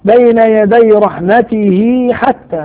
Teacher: مد صلة صغرى لوقوع الحاء بعد هاء الضمير